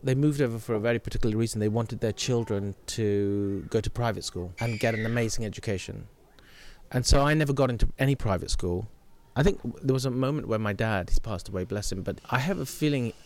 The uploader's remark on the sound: He kindly invited us to his home last summer and we recorded this conversation in a shady spot in the garden.